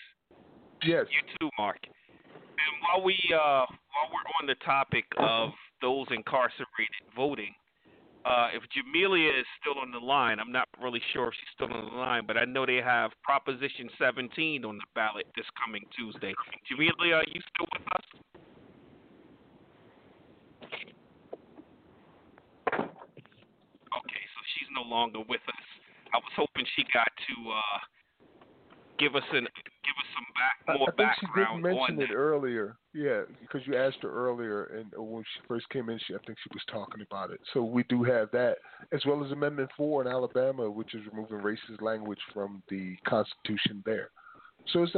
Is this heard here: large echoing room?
no